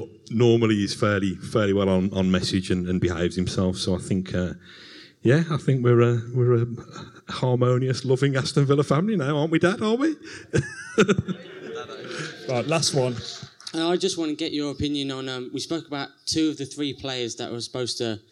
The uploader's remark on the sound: In the final part of our #ClaretAndBlueLIVE show, we answered questions from the 300 Villa fans in the audience at Hockley Social Club.